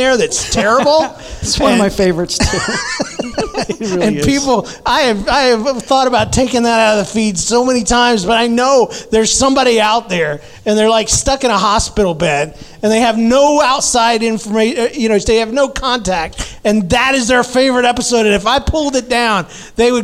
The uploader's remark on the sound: This week’s episode is a question and answer panel recorded at the Narthex Con event here in Saint Louis. It was recorded in front of a live audience. Included questions submitted in person and online.